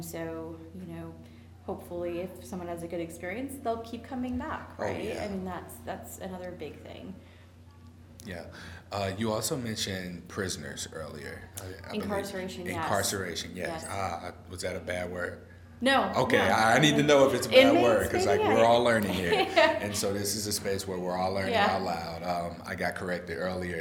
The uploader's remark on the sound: Live From STD Engage